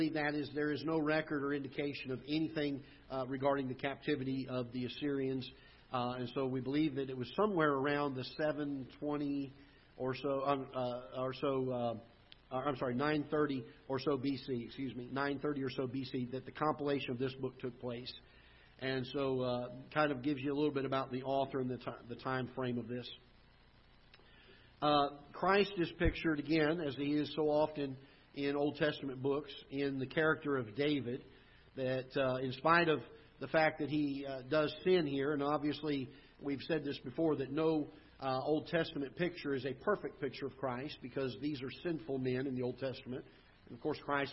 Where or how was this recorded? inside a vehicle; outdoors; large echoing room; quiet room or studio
large echoing room